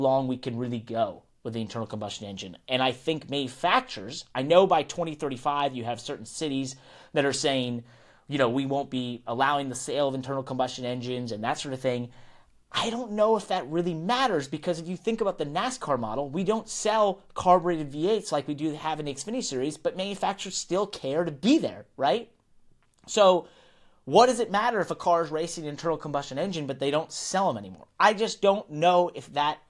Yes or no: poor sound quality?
no